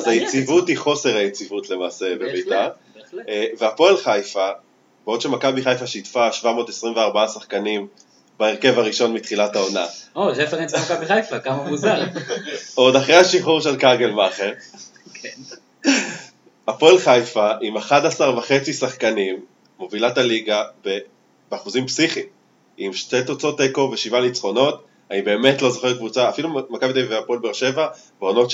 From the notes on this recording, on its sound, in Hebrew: האחראי סאונד הקבוע של הפודקאסט נעדר אז תסלחו לנו על הירידה החד פעמית באיכות הסאונד.